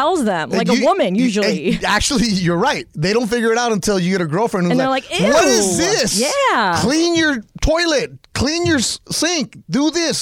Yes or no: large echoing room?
no